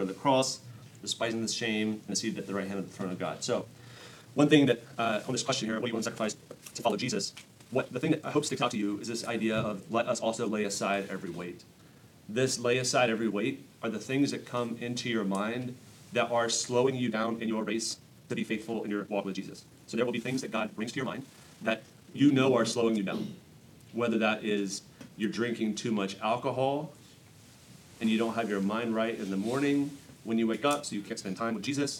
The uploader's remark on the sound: Recorded at Emmaus Church in Buford, GA on Wednesday, February 28, 2024.